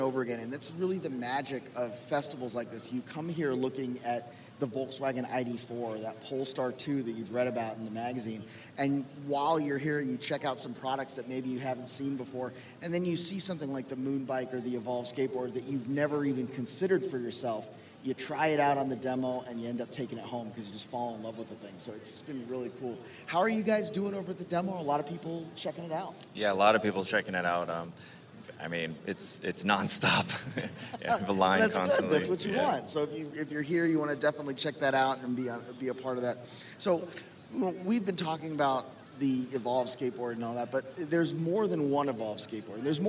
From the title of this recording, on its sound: LIVE from LONG BEACH